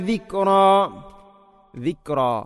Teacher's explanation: ഇവിടെ കാഫിന് ഖൽഖല ചെയ്യരുത്, ദിക്റ എന്നാണ് പറയേണ്ടത്